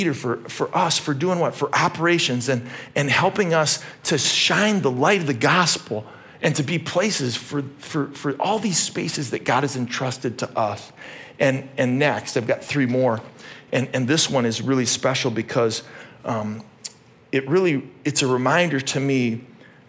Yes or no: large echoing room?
yes